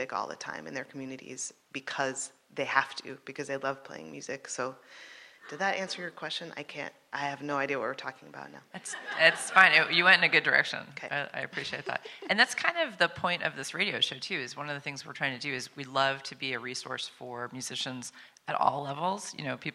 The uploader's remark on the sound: For the 15th annual Future of Music Summit, we headed to Washington DC for a special taping of The Future What.